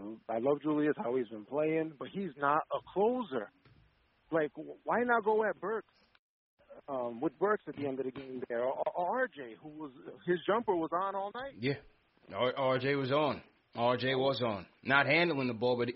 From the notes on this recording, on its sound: Post Game Show. Take phone calls from fans around the world!